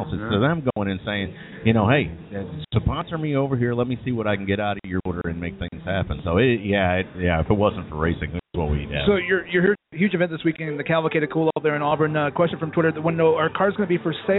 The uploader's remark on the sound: Live from Wrigley Field Bar and Grill.